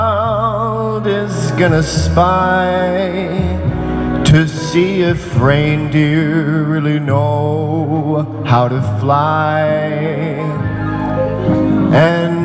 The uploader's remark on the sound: Live at Blu Wasabi - Holiday Special. Uploaded with AudioShare app.